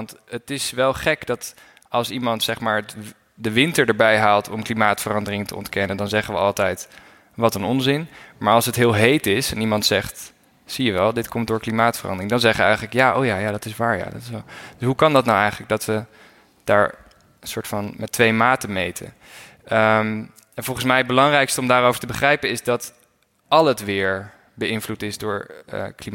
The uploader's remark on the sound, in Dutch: Een live podcast opname vanaf het Happinez Festival. Aan het einde van de opname hoor je wat ruis.